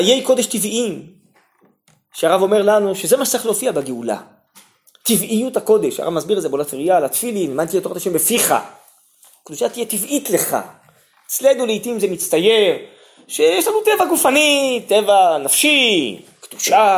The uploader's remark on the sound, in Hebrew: הוקלט בישיבת שדרות.